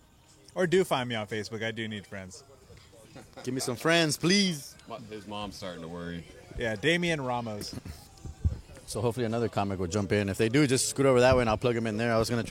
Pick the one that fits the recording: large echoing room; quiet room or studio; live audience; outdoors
outdoors